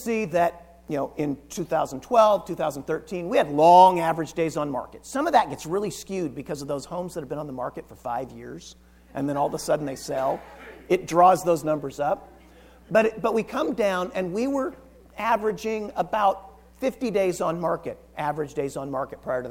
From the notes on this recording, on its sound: Recorded from the KCRAR Residential Housing Forecast event